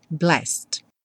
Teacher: E o blessed vai direto também, do S direto para o D